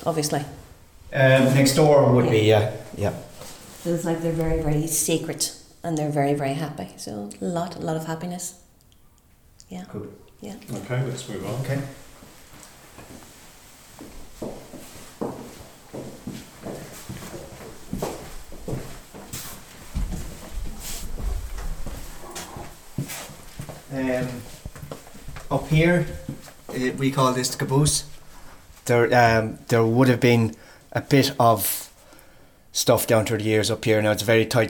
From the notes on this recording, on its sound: The White Memorial Theatre in Clonmel, which dates back to 1843. On an October night at midnight with the theatre lights turned off, five people including a Medium entered the old theatre to record this podcast.